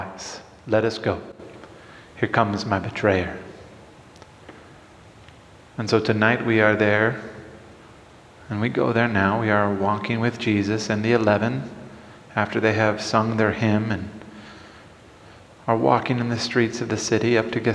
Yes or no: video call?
no